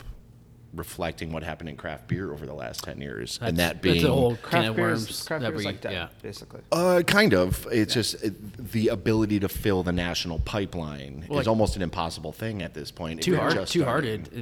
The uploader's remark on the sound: Live from Warehouse Liquors in Chicago, IL